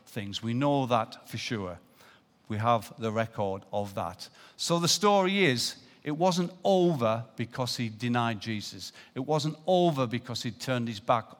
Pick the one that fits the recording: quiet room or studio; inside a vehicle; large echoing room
large echoing room